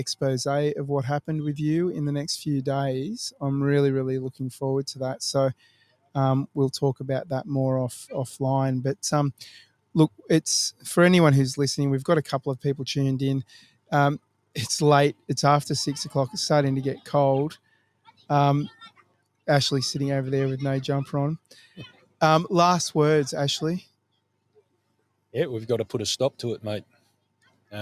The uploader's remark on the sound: Live from Mandurah Foreshore. Here in Western Australia.